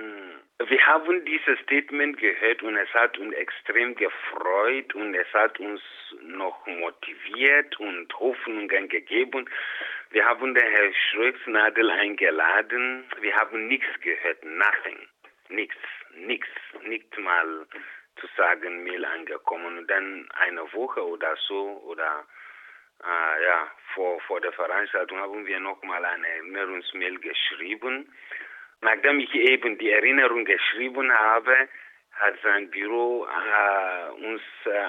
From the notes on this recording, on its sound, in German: Telefoninterview